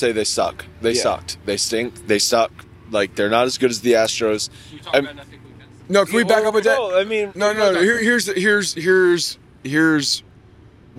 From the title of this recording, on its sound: Live From The Game